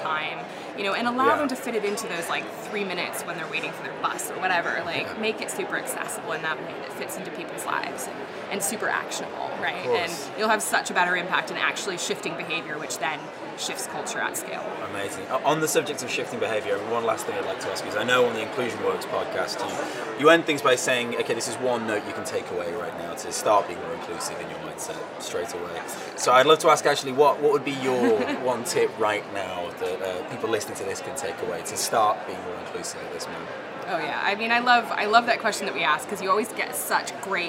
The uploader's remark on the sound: Joins the HRD Live Podcast live from the HRD Summit UK 2020.